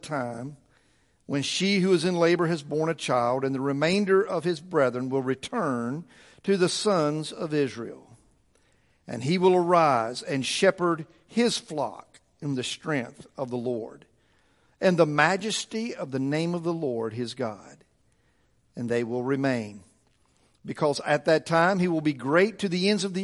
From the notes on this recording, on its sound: Weekly sermons recorded at the First Baptist Church of Locust, NC